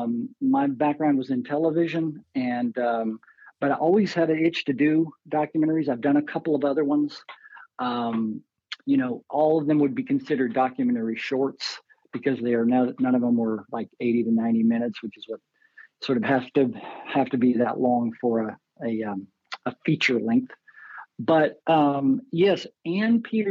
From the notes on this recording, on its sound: Annapolis Film Festival. We had the opportunity to hop on the phone. Maryland Hall (Main).